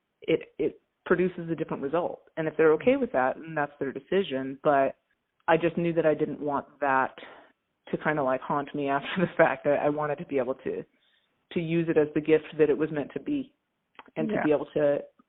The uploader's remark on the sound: Phone Audio